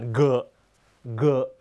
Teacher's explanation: ต้องออกเสียงก้องอ้าปากกว้างๆนะครับเสียงออกมาจากลำคอ